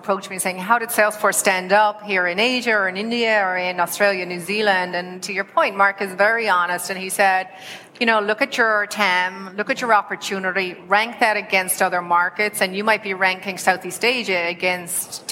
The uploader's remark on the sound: Live from SaaStock18.